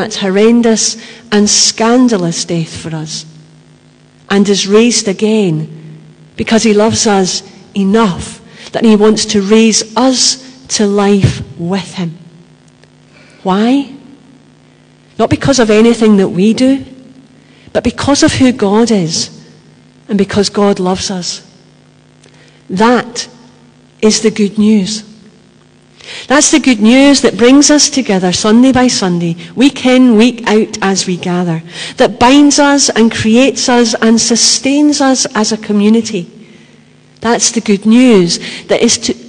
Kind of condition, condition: setting, large echoing room